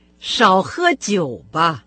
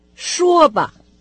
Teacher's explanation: Если вам надо подчеркнуть, что я советую вам делать что-то, то вы можете поставить на конце предложения специальную побудительную частицу «ба». Как и все другие служебные частицы, она произносится с легким тоном.